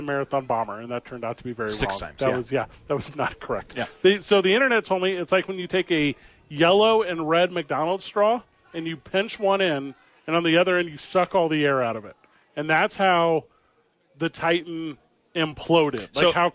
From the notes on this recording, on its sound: live from the YMCA